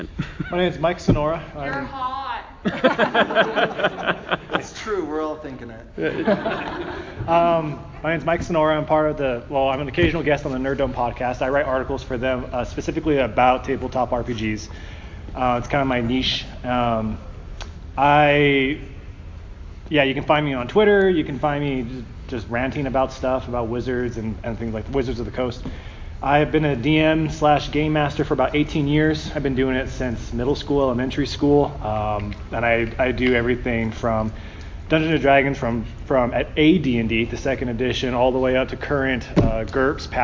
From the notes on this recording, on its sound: This is a the DM panel from Salt Lake Gaming Con!